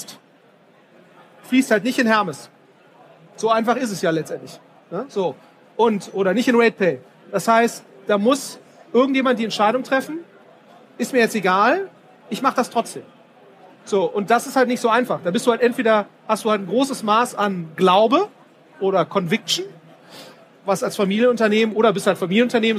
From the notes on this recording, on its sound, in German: Auf dem #OMR Festival in Hamburg.